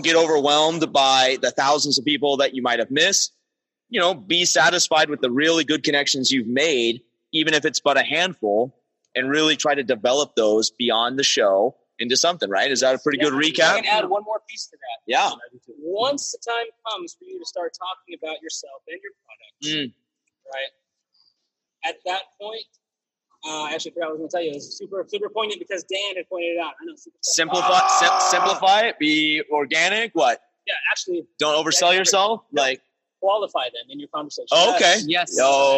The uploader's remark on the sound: SPECIAL EPISODE, LIVE FROM TECHCRUNCH DISRUPT 2019!